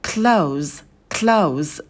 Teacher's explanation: И потом дифтонг «эу», такой передний, «эу», «эу», и в конце звук «з» звонкий, не оглушайте.